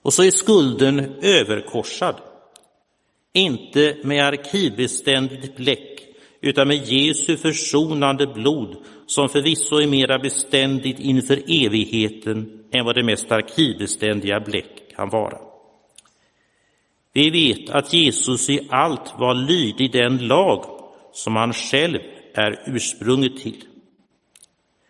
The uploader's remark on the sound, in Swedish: Inspelad i Roseniuskyrkan den 24 juli 2022.